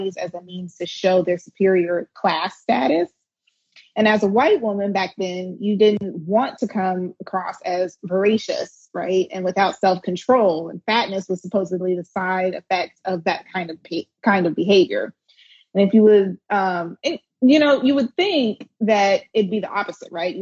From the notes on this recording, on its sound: featuring an episode from PushBlack’s Instagram Live series